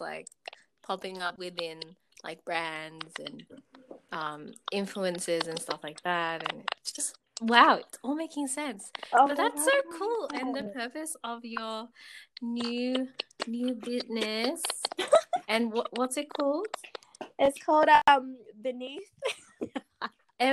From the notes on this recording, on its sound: Apologies for the clicky noises and the random cut outs.